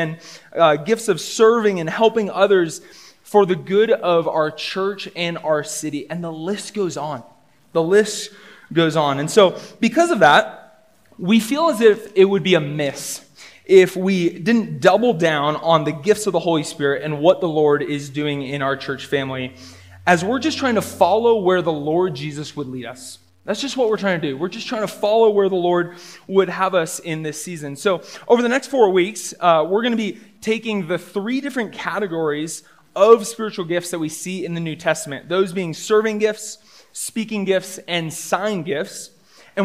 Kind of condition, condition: setting, live audience